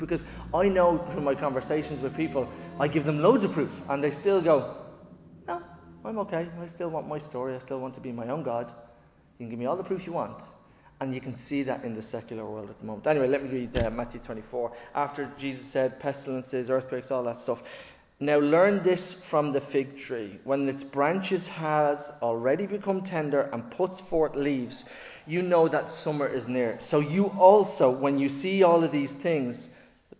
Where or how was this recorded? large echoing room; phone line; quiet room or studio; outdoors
large echoing room